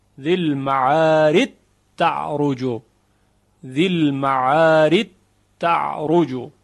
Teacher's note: جیم در حرف تی دو نقطه یا تا ادغام می شود · Term: ادغام جیم در حرف تی